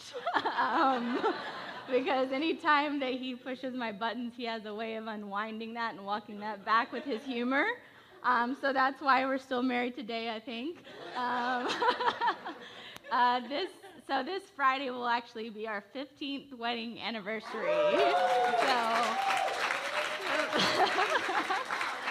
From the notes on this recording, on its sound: Originally recorded at The Church at Asheville in North Carolina on July 18, 2021. This episode of Life Talks with Connect Global on The Connection Podcast was originally recorded at The Church at Asheville in North Carolina.